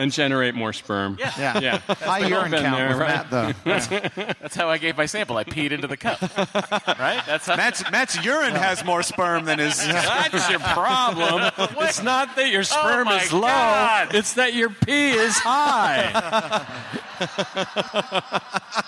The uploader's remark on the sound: Live at SDCC.